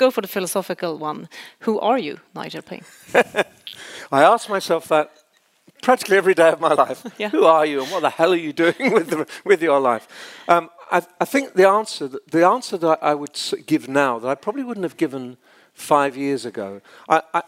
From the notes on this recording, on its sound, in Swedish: en inspelning av ett livesamtal från scenen på Learning Conference i september 2023 i Stockholm